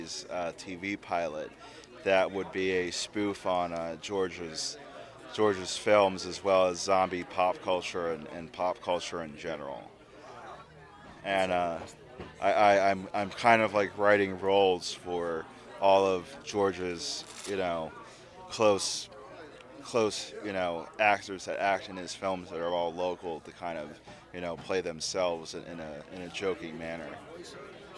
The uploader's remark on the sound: live from Pittsburgh's Horror Realm Con 2020.